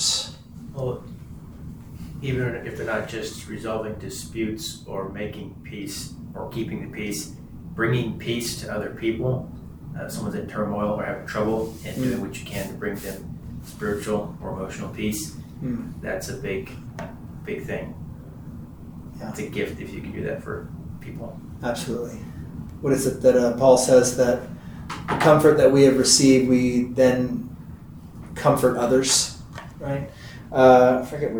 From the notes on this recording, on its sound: This is the audio from one of the classes we hold at either 10am or 7pm on Wednesdays.